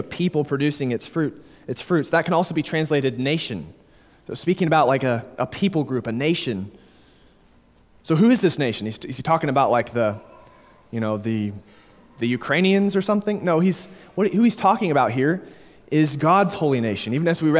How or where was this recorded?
large echoing room